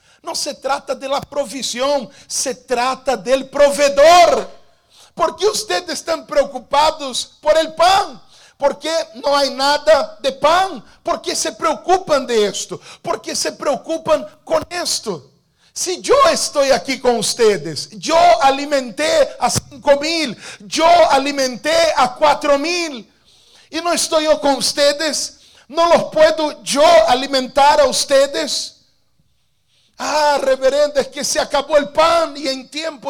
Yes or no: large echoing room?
yes